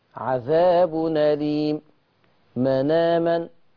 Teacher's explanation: بنقل حركة الهمزة الى الحرف الساكن قبلها، وتحذف الهمزة تخفيفا